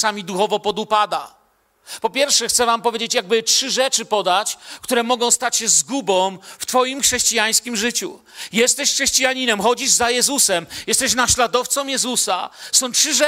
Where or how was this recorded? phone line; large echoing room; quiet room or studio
large echoing room